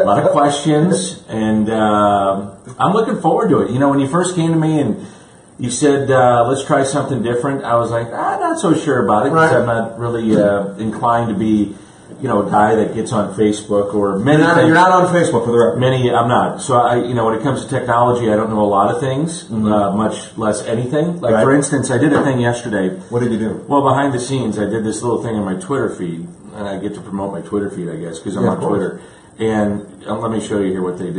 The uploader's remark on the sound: Live From Spring Training. Live from Cardinals Spring Training.